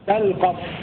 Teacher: وروى حفص بإسكان اللام وجزم الفاء مع تخفيف القاف